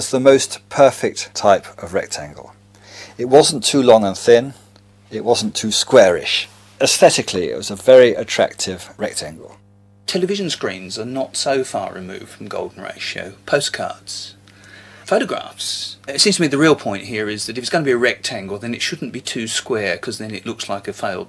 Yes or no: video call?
no